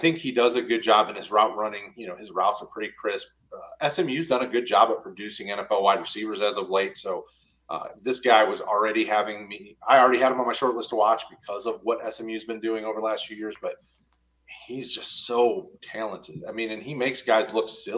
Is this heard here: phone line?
no